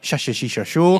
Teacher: La doble L, la Y y la SH, las pronunciamos todo igual. Ya, ye, ye, yo, yu.